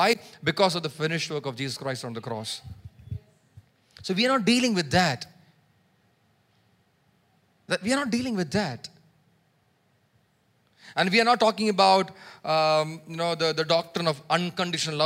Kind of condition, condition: setting, large echoing room